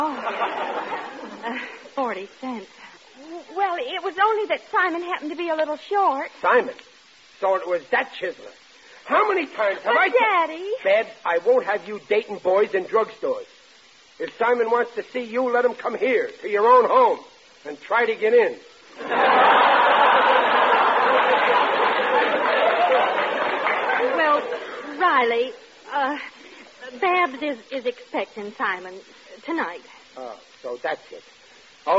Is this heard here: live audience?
yes